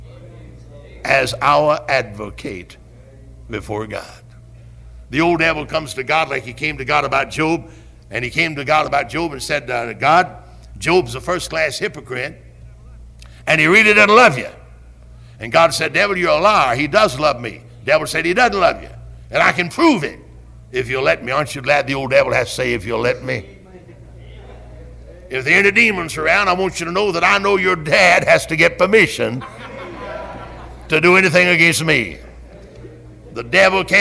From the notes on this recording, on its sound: Originally preached at Tabernacle Baptist Church in Greenville, SC on August 28, 1973.